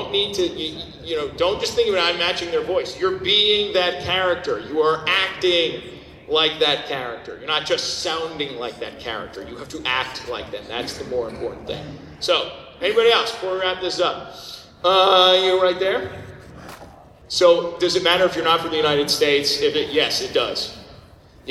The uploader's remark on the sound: Recorded at Anime Boston 2014